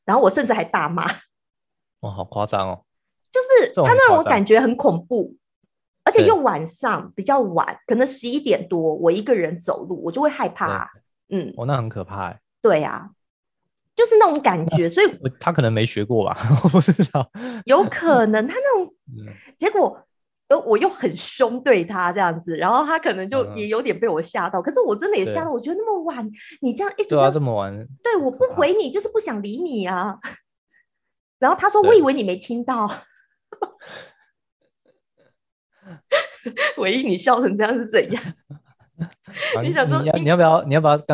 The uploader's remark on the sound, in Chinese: 遠端視訊錄音